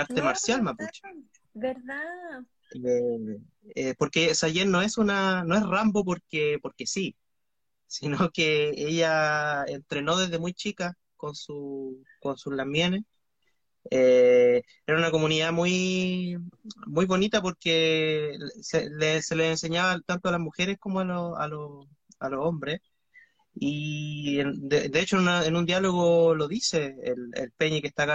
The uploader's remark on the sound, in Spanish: un exitoso Instagram Live que hoy compartimos por la clásica plataforma